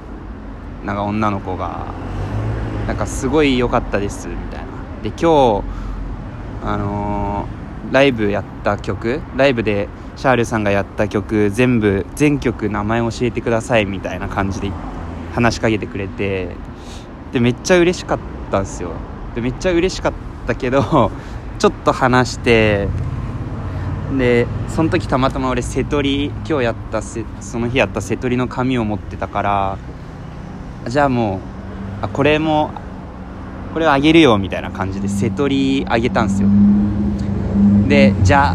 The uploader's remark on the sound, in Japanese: 今回は急遽オープニングなし、曲なしの外での収録をしました。